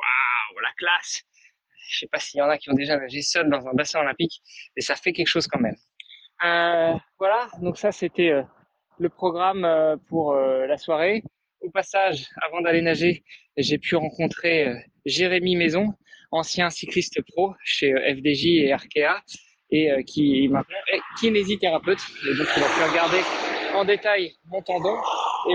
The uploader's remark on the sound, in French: 19km de Joux-la-Ville à Avallon avec 217m de dénivelé positif. Court en direction d'Auxerre tout en nous racontant.